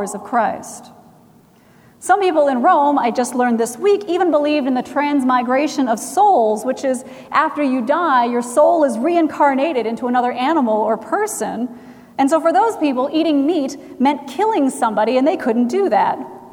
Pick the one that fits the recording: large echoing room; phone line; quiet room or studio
large echoing room